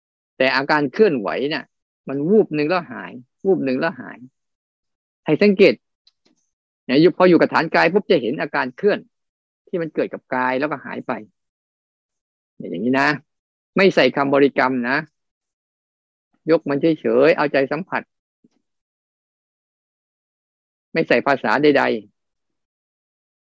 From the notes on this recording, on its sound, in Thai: คอร์สออนไลน์ (ผ่านโปรแกรม Zoom)